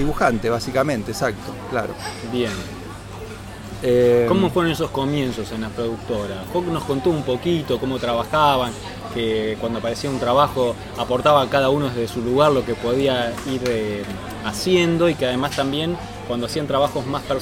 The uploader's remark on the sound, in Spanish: Compartimos la grabación que realizamos en la Gcomics Meetup #8. Mientras tomamos un café.